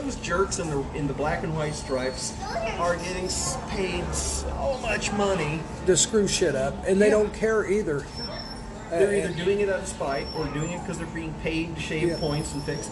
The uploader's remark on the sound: A tasteful variety of audio qualities, random artifacts and background noises